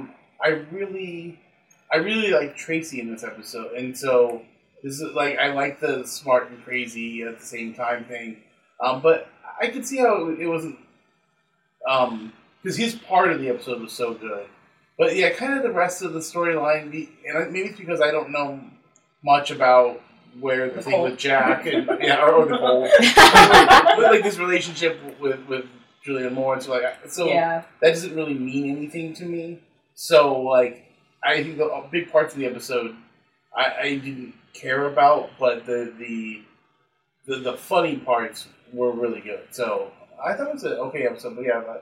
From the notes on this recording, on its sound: Today we have sound problems! We had some major technical/microphone difficulties this week, so the sound quality is similar to that of an old school "Speak and Spell".